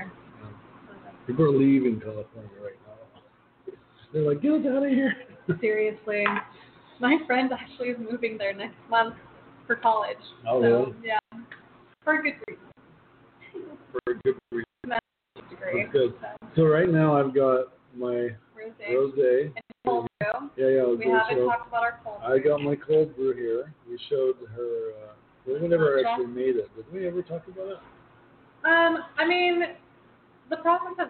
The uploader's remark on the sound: Come be part of our studio audience, live in the resturant and recieve 20% off all food items. We are live from the restruant.